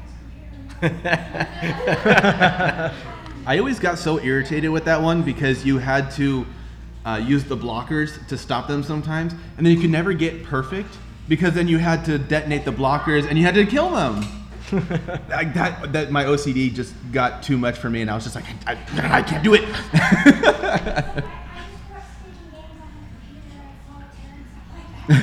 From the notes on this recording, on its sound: LIVE SHOW recorded 6/10/19. Retro Game Night goes LIVE!